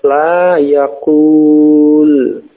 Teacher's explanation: ketika majzum ternyata wawunya dihilangkan